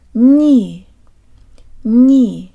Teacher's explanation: The tongue starts high and forward in the E position, and you can almost hear a hint of a Y in the N.